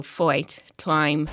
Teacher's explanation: the long I, as in time or kite or fight, which comes out sounding like something like oi